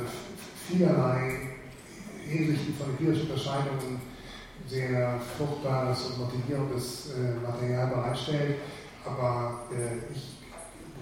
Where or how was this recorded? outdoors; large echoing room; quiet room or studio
large echoing room